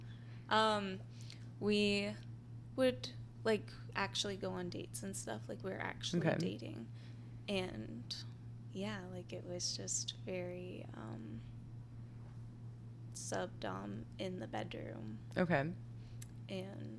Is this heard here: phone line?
no